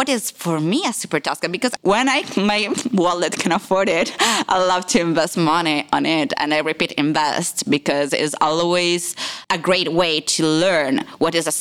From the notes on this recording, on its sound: LIVE at Prime Wine & Spirits in Atlanta. Six microphones set up for this live recording in Atlanta, GA. It is also our first roundtable discussion format for the show. LIVE at Prime Wine & Spirits of Georgia.